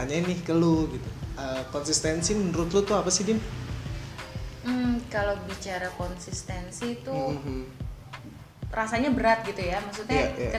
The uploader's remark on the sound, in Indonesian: Maaf jika masih banyak noise.